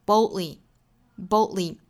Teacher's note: boldly 这个词更倾向于会把里面的这个的发音给憋掉，也就是会形成一个 glottal stop 的发音。 boldly 相当于这个的发音是被吞掉了的。